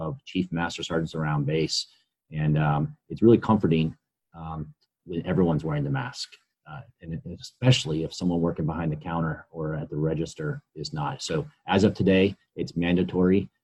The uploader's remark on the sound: COVID-19 Zoom Meeting. 436th Airlift Wing command chief, hosted a Zoom meeting with members of Team Dover.